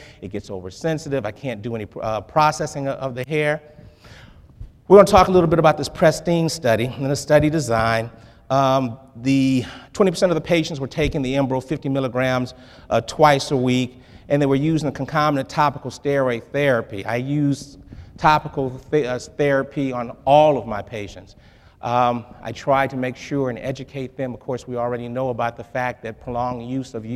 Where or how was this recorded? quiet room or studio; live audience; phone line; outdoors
live audience